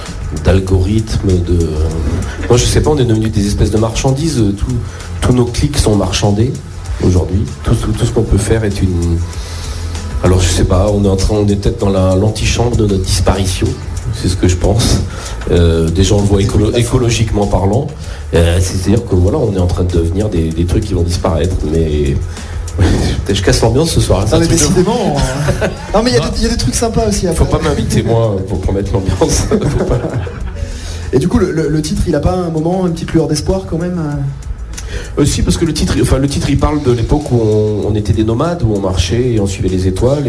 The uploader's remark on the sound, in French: sur la scène du quai des artistes